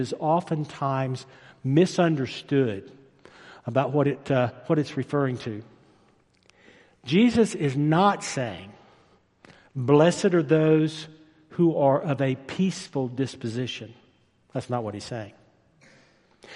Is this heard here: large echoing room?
yes